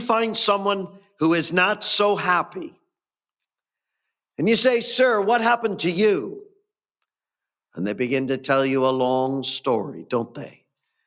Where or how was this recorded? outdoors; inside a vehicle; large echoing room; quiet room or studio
large echoing room